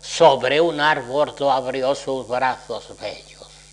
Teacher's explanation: Ese gusto por la aliteración, en este caso por la aliteración de las bilabiales